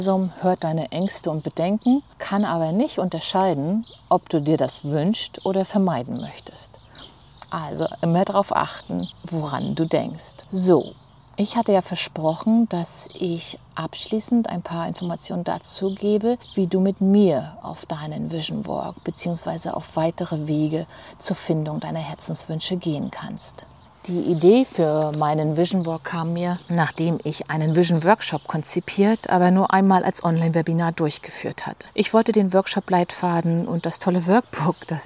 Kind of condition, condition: fault, sounds in the background